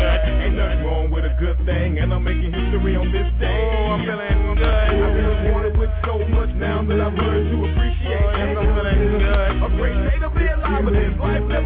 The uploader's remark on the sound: broadcasting live from The Third Anniversary Reception of Black Wall Street